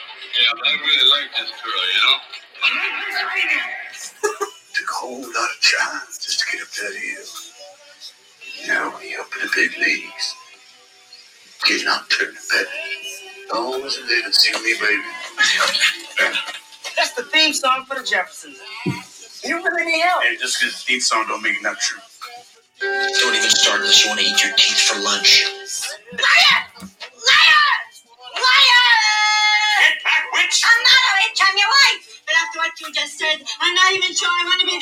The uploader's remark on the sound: Many gremlins in the recording